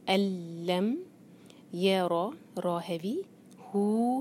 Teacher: یہ ہے مد صلہ کبرا مد صلہ کے بعد الف آ رہا ہے اس لیے چار حرکہ کھینچیں گے